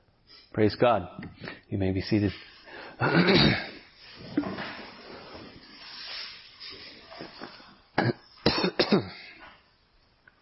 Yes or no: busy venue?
no